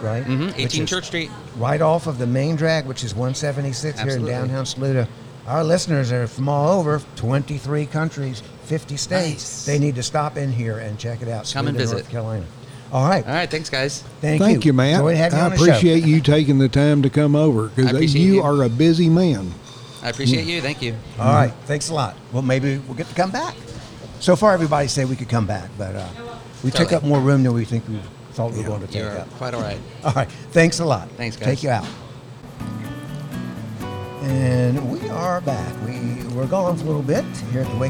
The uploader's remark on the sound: We recorded this episode at a new-to-us place, the Wakey Monkey in downtown Saluda. It’s a quaint coffee and food café that is a hustling and bustling beehive of activity.